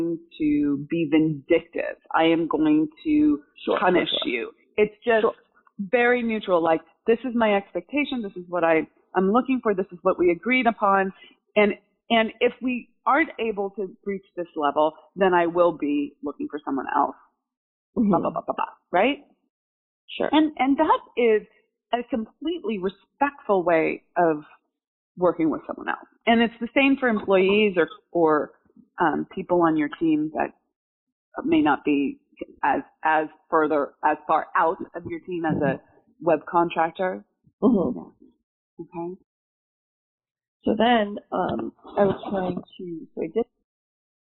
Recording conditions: poor sound quality